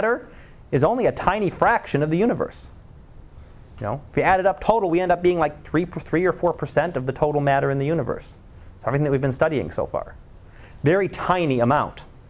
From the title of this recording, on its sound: Live Class Lecture